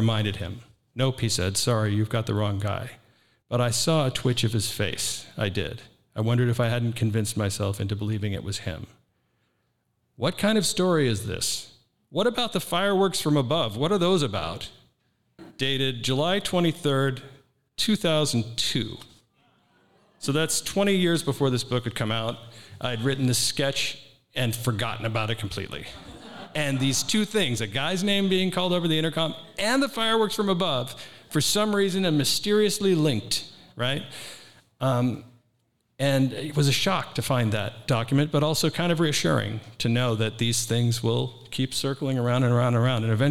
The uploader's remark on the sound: This was recorded live at the 2023 Printers Row Lit Fest in Chicago.